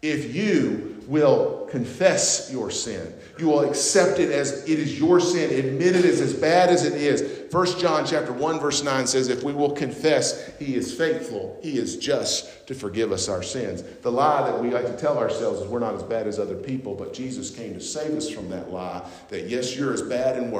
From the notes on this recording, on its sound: at North Beaver Baptist Church in West Jefferson, NC